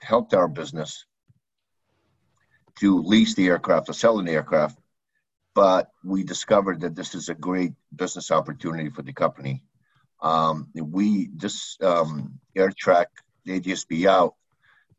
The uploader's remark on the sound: APTN Zoom Call